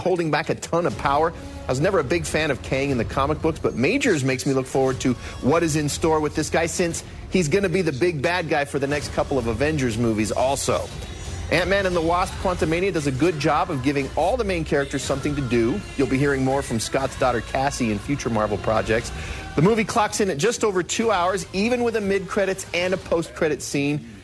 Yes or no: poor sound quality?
no